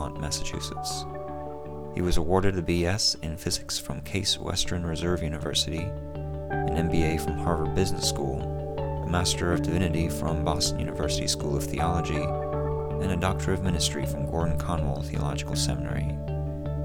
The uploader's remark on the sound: preached this sermon on October 18, 2015, at Reservoir Church in Cambridge, Massachusetts.